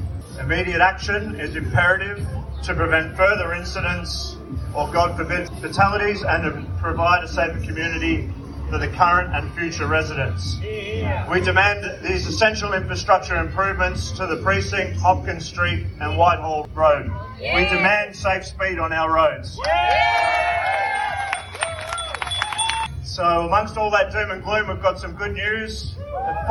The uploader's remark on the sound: We take a audio journey, riding out west. With Critical Mass, Bike West, Kidical Mass Melbourne, Joseph Road Precinct Action Group, Snuff Puppets, Extinction Rebellion and over two hundred of their best friends. In Melbournes western suburbs.